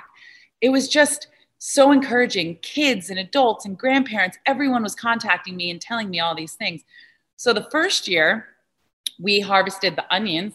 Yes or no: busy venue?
no